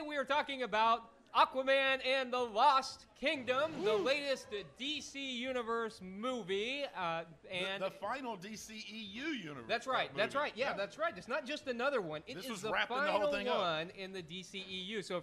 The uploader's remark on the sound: LIVE from San Diego. Will ask the audience to participate.